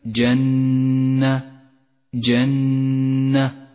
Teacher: ومثل الميم المشددة النون المشددة كما في كلمة جنة جنة، تحتاج أيضا إلى غنة زمنها حركتان